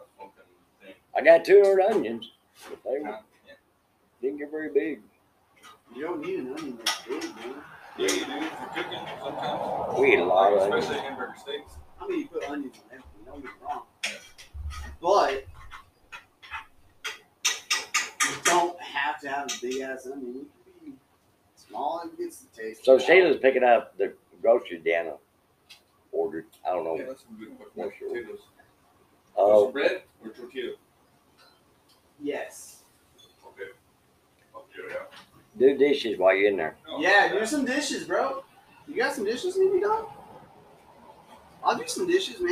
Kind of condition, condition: fault, poor sound quality